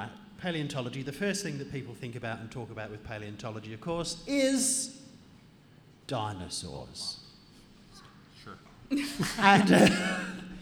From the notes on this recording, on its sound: We’re LIVE in Armidale for National Science Week at The Welder’s Dog Brewery, and in this episode, recorded on Anaiwan country.